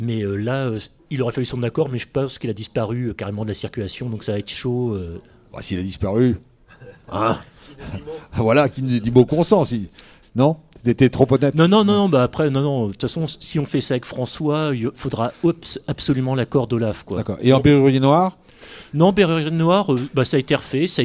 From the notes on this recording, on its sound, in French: A l’occasion de la Bourse aux disques et à la BD, organisée par Radio Béton, des Poches sous les yeux a déplacé son équipe de chroniqueurs à Mame.